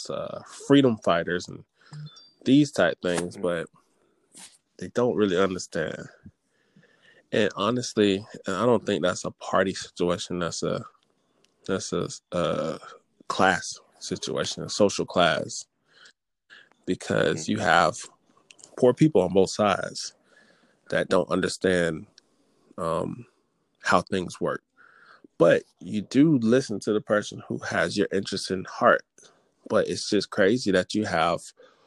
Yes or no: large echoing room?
no